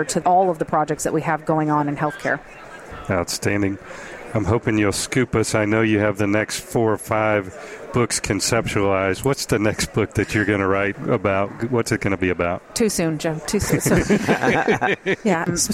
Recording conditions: busy venue